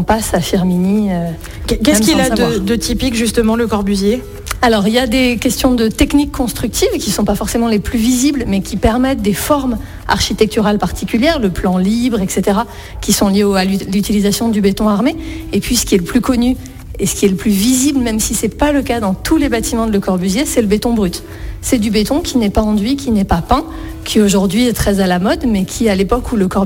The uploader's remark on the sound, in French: en direct du site LeCorbusier de Firminy